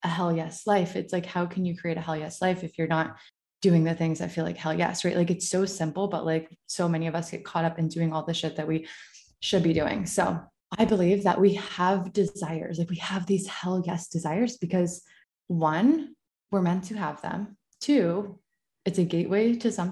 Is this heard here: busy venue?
no